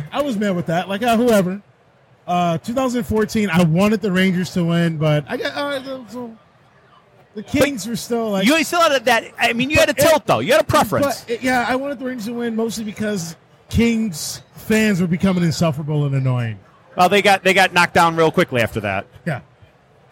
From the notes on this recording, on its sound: Live from Motor City Comic Con